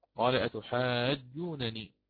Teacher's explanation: هناك من بعض القراء مثل الإمام قالون وإن شئت فقل نافع يعني يقرأ قال أتحاجونني فيفك الإدغام وترجع على الأصل